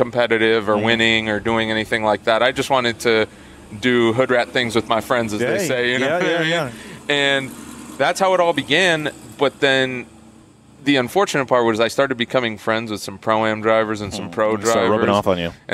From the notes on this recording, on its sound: In this special episode we're live from Texas Motor Speedway to talk about the LS Fest event.